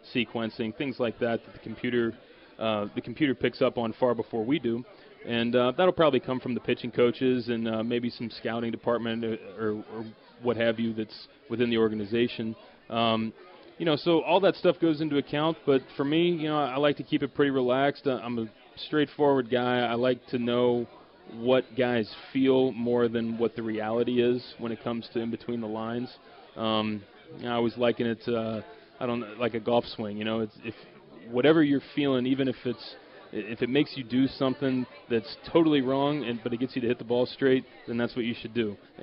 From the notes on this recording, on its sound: LIVE from PiratesFest at PNC Park